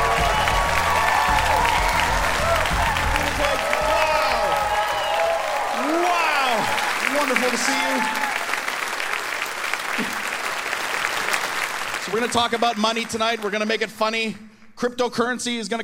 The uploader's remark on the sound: From the Winnipeg comedy festival